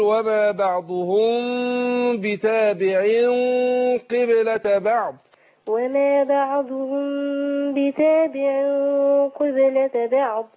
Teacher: إحنا عندنا الميم هنا ساكنة وبعدها الباء بخفي الميم عند الباء إخفاء شفوي.